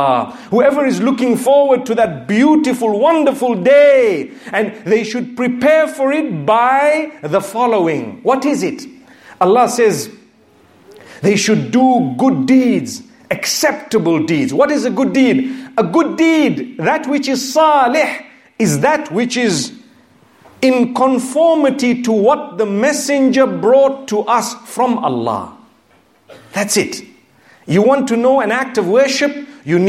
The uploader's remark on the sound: Friday Jumu’ah Lecture from Masjid Al Rahmah in Liverpool.